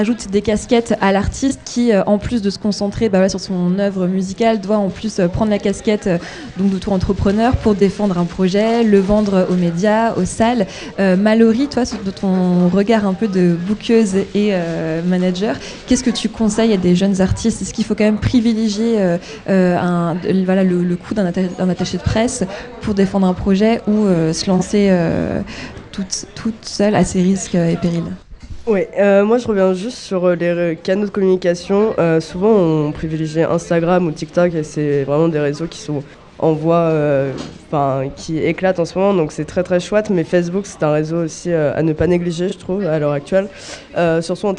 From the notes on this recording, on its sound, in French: la table ronde réalisée aux Ondées, rendez-vous culturel et musical étudiant